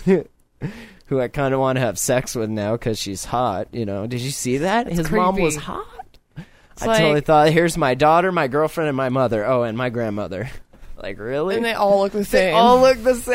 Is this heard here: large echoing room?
no